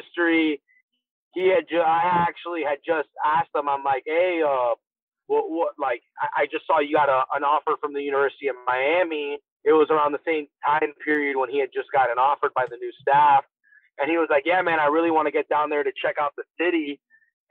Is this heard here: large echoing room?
no